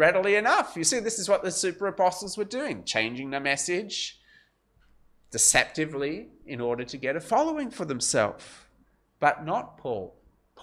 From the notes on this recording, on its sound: This sermon was preached at Covenant Grace Church, Penang